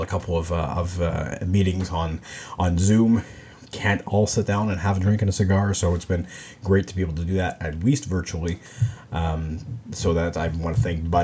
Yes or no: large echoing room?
no